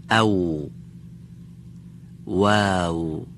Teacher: در عربی دندان ها اصلا دخالت ندارن، باید از بین دو لب تلفظ کنیم. یعنی واقعا به قول بعضی از اساتید لب ها به صورت غنچه گلی در میاد. · Term: حرف واو